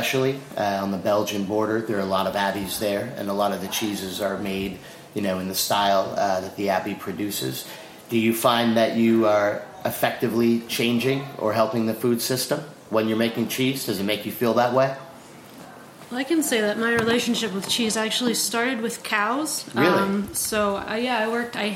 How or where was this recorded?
busy venue